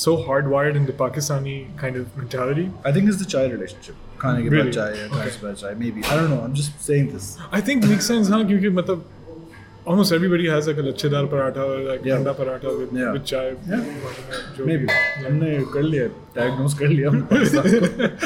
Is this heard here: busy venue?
yes